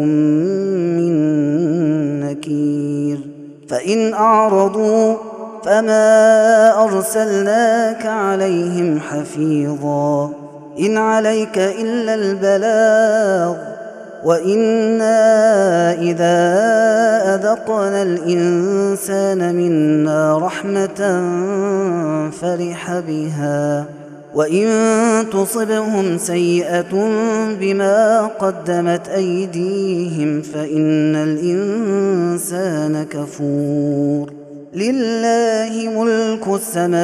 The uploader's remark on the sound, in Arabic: هذا التسجيل من صلاة التراويح